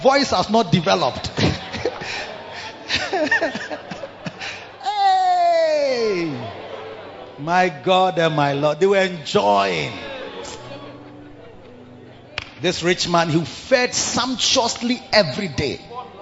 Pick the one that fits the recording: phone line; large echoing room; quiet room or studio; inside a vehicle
large echoing room